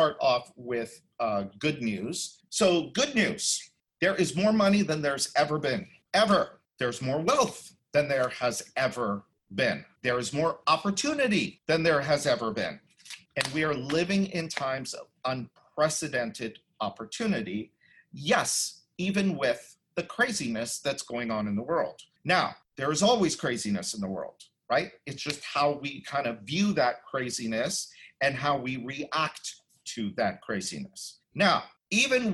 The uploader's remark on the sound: you’ll hear the audio from a special online event